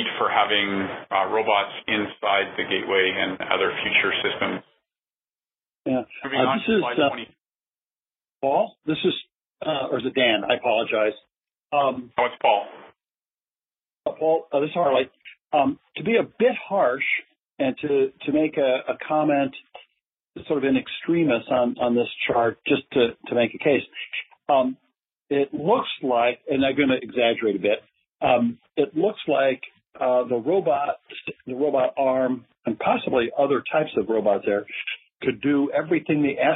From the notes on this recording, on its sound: The talk was part of NASA’s Future in Space Operations weekly teleconference series from mid-2018.